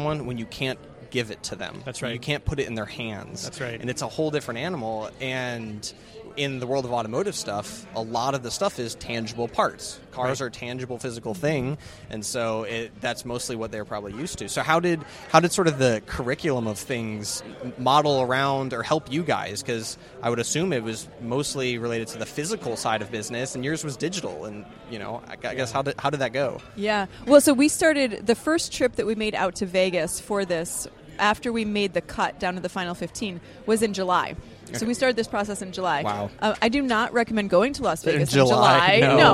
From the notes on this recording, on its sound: Recording from the lobby of the Amelia Island Auction hall.